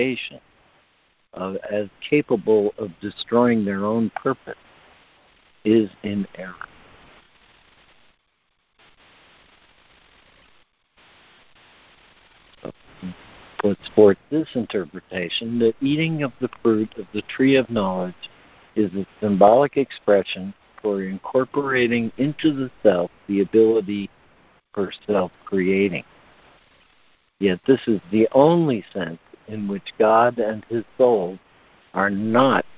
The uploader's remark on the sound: ACIM Daily Conference Call